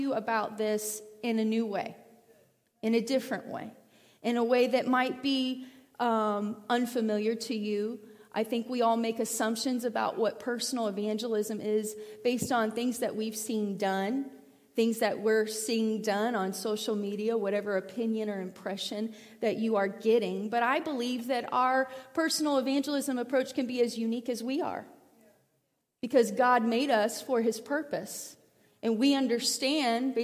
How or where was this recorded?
large echoing room